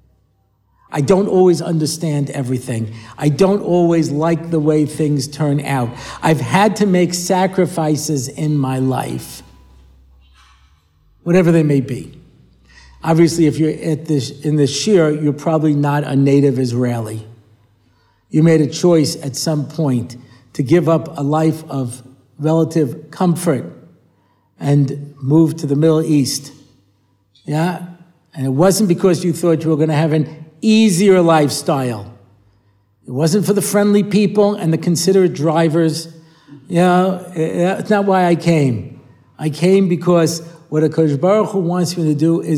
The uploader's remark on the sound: recorded at the Motzei Shabbos Har Nof shiur